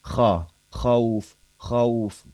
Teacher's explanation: Bacaan kho itu diucapkan fathah ya, gitu ya. Tapi meskipun tebal, tapi tetap fathah itu.